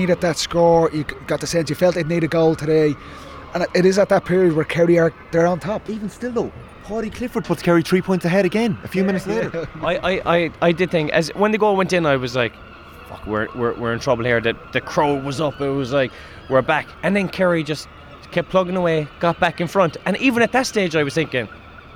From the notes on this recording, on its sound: live from Croke Park